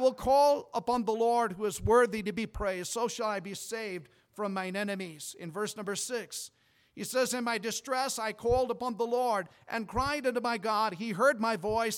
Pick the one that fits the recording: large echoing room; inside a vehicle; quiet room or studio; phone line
large echoing room